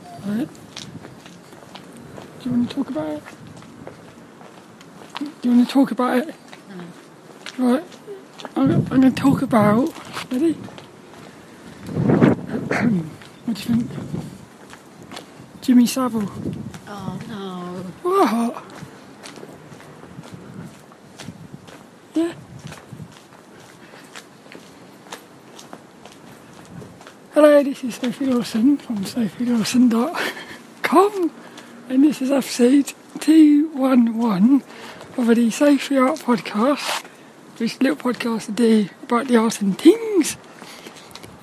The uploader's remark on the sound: This 'About The Tings' episode is a Walk and Talk with me Mum.